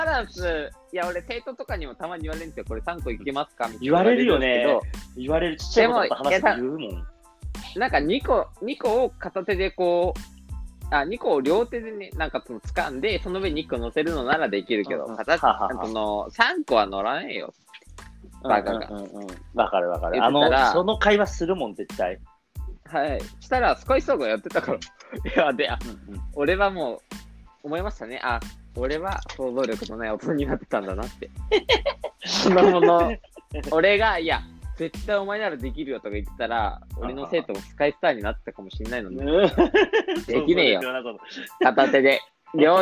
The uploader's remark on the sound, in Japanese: リモート収録